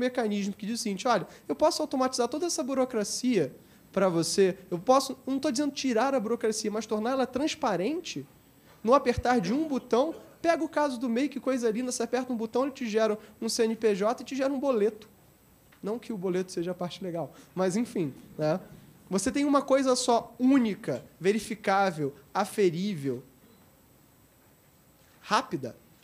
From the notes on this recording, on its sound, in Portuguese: Realizado no V SEMINÁRIO ABQ QUALIDADE SÉCULO XXI – A Era da Transformação.